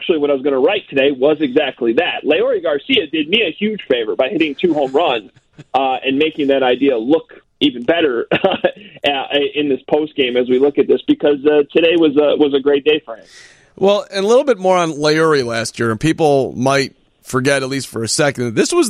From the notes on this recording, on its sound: Sox fans call